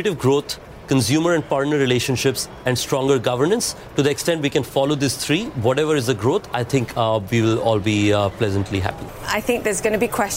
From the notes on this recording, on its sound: live from the New York Stock Exchange